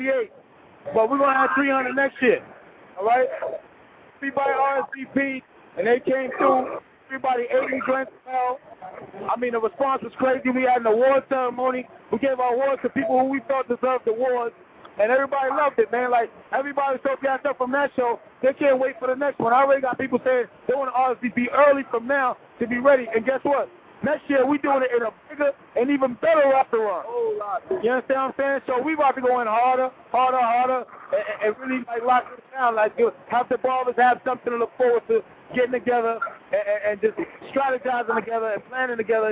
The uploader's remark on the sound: Live from the Floor of the Bronner Bros Show